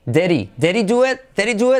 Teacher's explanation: Nos comemos la H